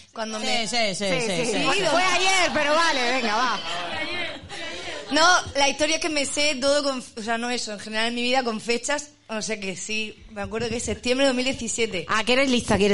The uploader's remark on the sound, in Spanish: Live Show La Madriguera. En la sala La Madriguera. Nuestro primer podcast en directo con público que ha pagado por ver como hablamos. Vinieron y se quedaron hasta el final.